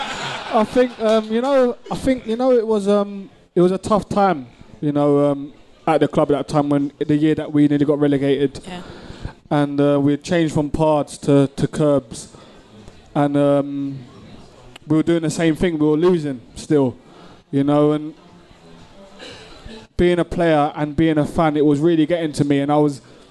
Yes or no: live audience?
yes